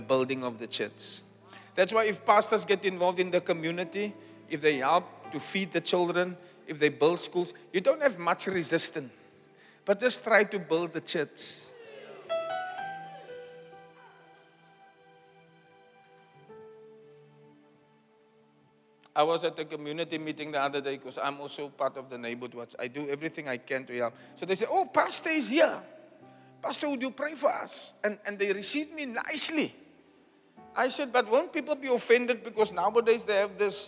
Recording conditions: live audience